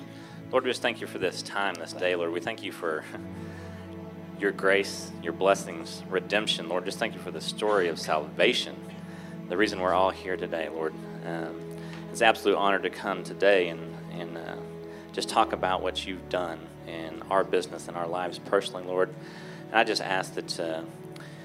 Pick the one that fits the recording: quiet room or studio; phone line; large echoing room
large echoing room